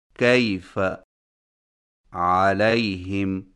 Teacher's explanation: یائے لین کی ادائیگی، یائے لین کو یائے مدہ کی طرح کھینچ کر نہیں پڑھا جاتا، بلکہ اسے نرمی کے ساتھ بغیر کھینچے پڑھا جاتا ہے